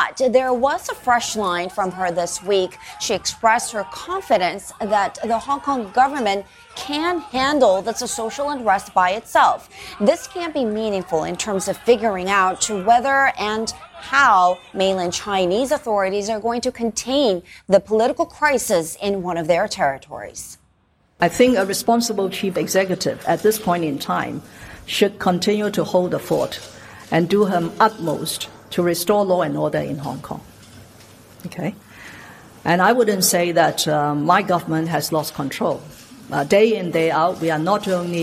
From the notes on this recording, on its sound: We are live at the G7 in Biarritz, France